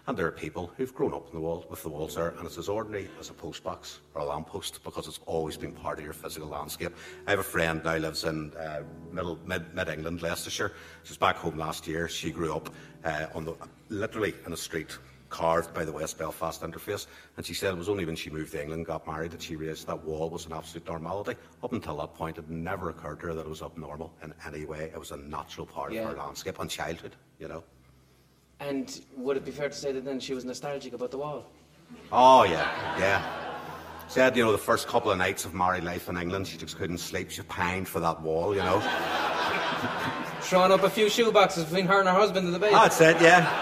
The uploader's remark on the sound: Live, from Duncairn arts centre Belfast.